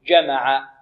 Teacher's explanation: جمع هنا الجيم شديدة، الجيم العربية جيم، جيم شديدة